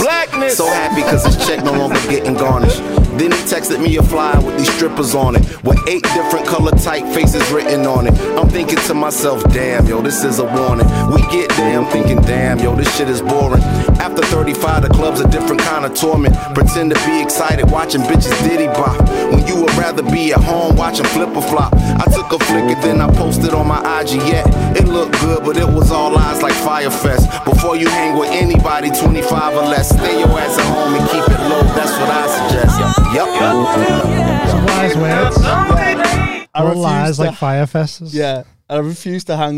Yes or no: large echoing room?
no